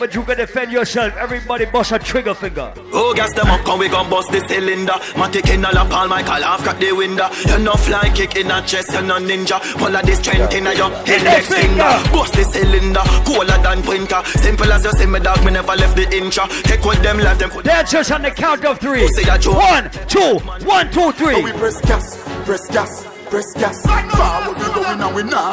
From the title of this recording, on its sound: LIVE AT ISLAND SATURDAYS ON SEP 8TH